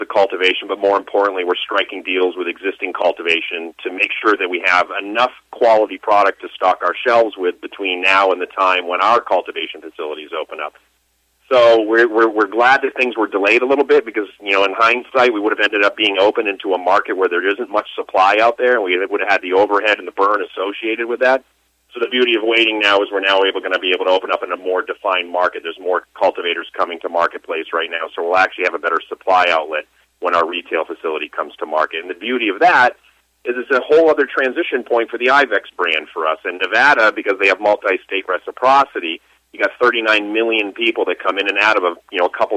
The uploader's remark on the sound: called in to SmallCapVoice